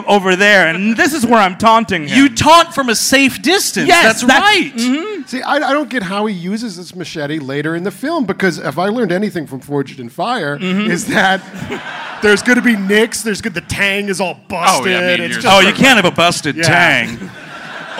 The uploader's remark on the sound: Recorded live at City Winery in Chicago, IL.